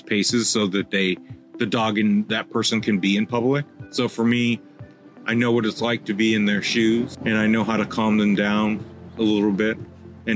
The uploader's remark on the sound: This episode was recorded outdoors due to Covid-19, and was recorded by a busy street. Please pardon the background noise.